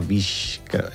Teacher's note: És velar, és a dir, es pronuncia allà darrere en la llengua, sí. Arrossega la S cap arrere un poquet. I aleshores la fa com un poquet palatal